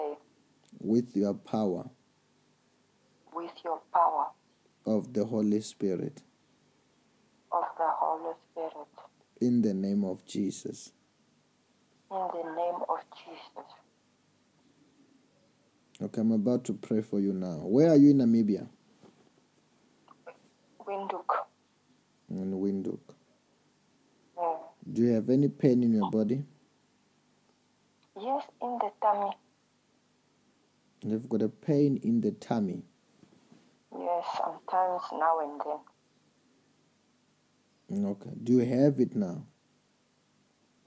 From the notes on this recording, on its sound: Deliverance in Namibia over the phone.